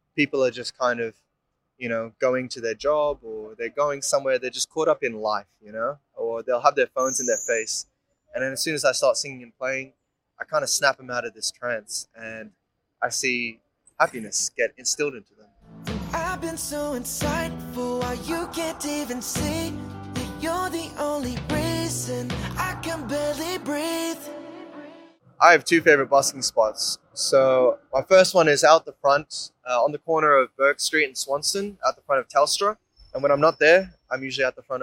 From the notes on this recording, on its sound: Swanston Street, Melbourne Central Business District.